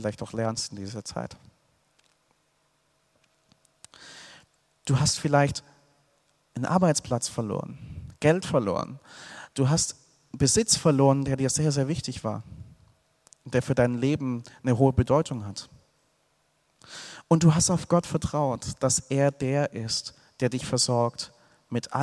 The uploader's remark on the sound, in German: aus dem Gottesdienst der Liebenzeller Mission